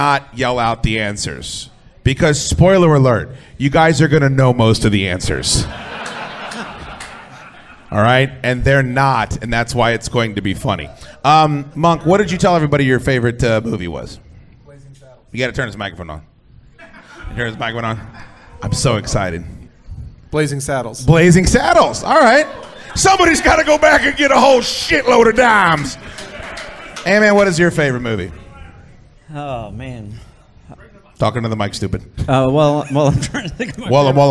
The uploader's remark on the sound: The live show from our event at Flying Ace Farm this past October is here for your enjoyment.